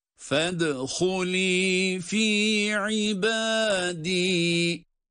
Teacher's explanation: Fedhuli fed dal cezimli ve ince. Galgale harfi aynı zamanda.